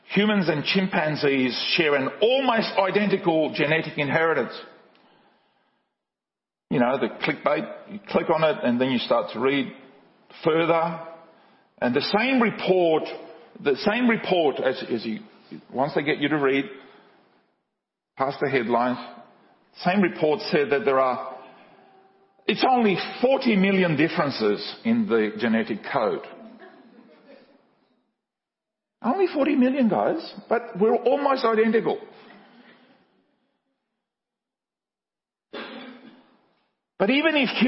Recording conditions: large echoing room